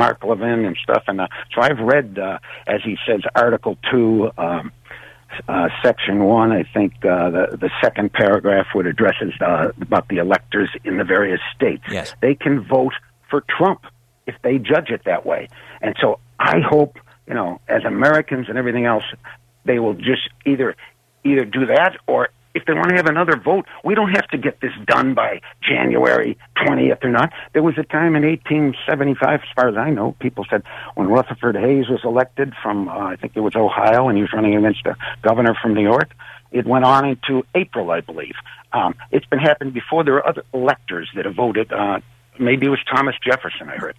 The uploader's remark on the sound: opens the phone lines